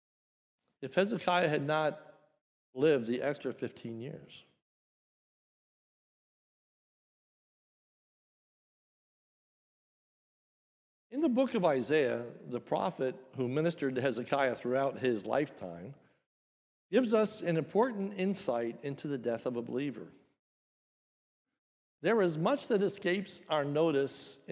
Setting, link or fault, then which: setting, large echoing room